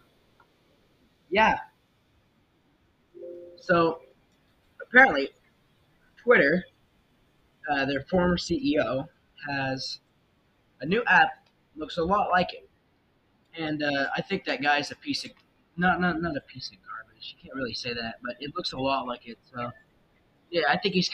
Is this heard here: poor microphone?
yes